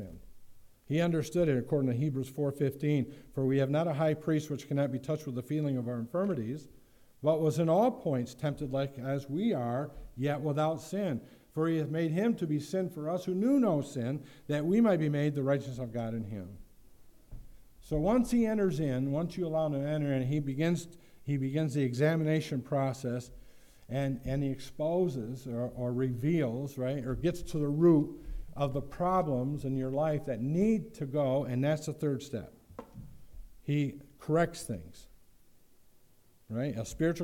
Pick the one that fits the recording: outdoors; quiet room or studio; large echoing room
large echoing room